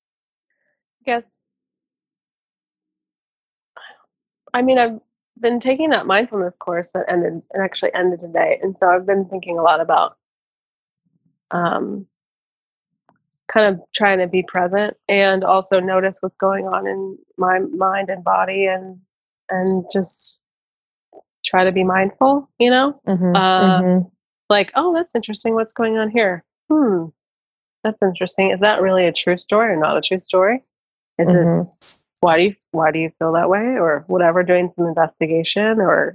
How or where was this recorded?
video call